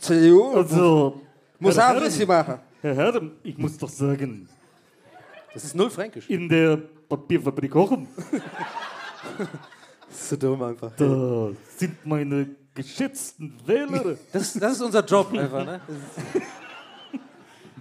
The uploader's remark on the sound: Live in Erlangen